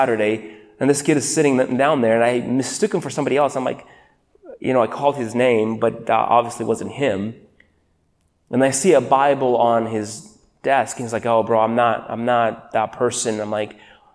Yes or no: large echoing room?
yes